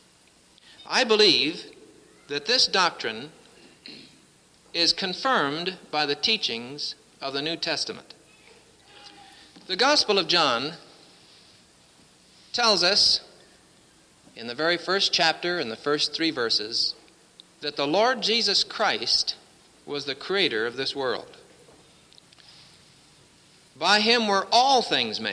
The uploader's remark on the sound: presented at Winona Lake Bible Conference 1966